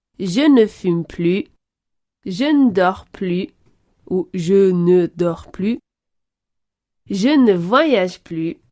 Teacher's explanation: Lorsqu'il est utilisé dans les phrases négative, on ne prononce pas le S.